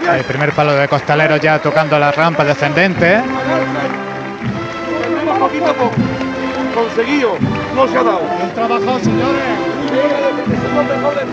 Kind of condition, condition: setting, busy venue